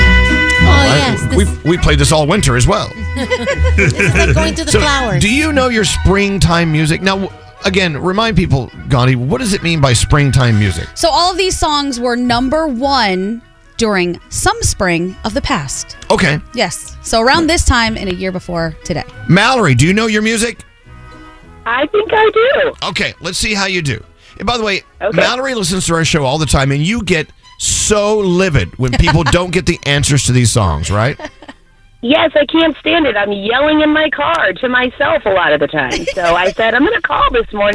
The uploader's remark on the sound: Phone Tap